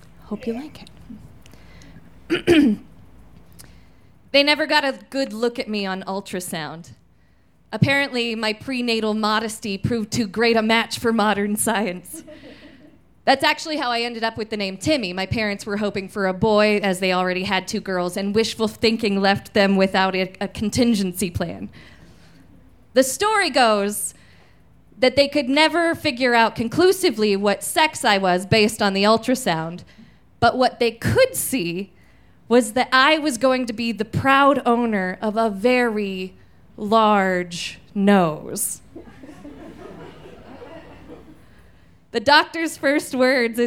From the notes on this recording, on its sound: Recorded in our new home at Buntport Theater. These stories were recorded at Buntport Theater on June 18, 2014. You might notice that our podcast sounds a little bit different!